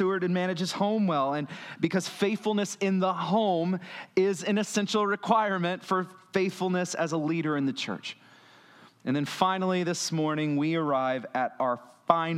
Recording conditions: large echoing room